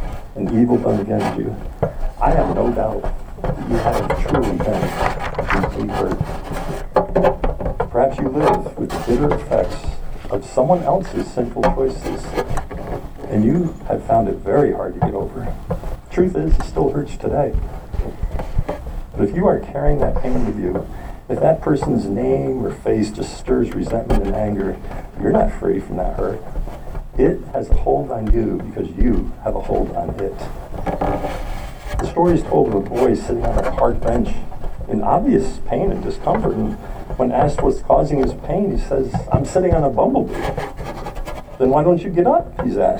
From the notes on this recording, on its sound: We apologize for the poor audio quality